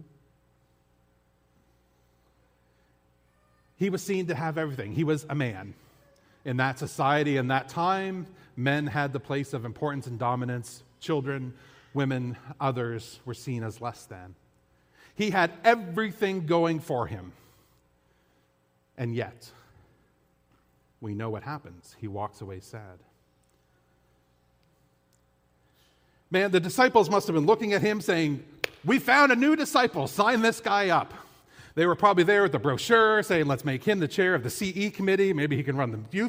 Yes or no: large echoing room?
yes